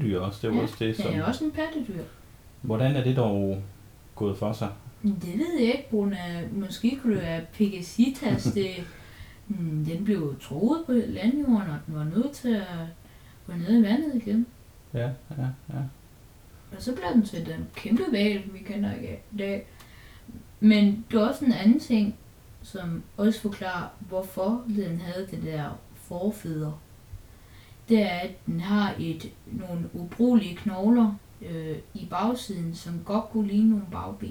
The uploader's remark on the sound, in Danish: Vi beklager i øvrigt den lidt forringede lyd!